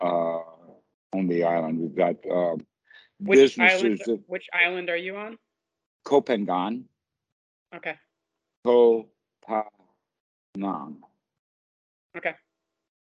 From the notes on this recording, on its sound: skype calls on this channel